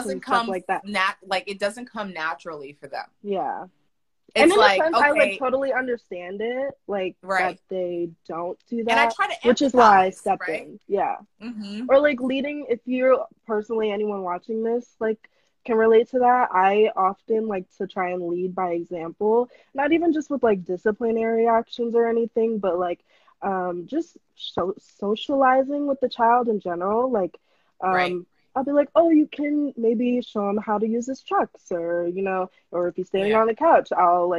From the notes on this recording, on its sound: Instagram live replay